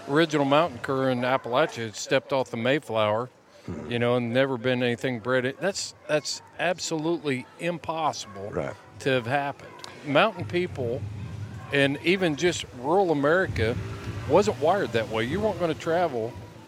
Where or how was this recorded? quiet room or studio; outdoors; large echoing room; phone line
outdoors